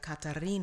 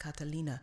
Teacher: So instead of having words like Catarina, it would come out as an L, like Catalina. · Shown in: second take